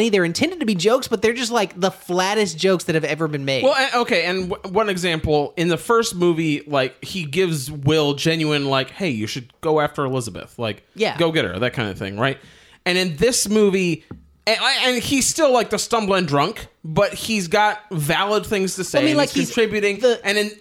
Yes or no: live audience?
no